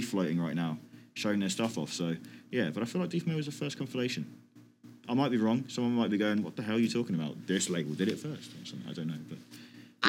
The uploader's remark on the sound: Live from Lost Lands Music Festival